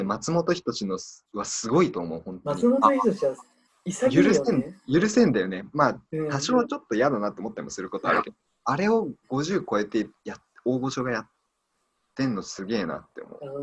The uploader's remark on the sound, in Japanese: メンバーがZOOMを使って飲み会をしている中、少し真面目な話になったところを録音、配信してみました。急に始まって急に終わってるけどそこは許して。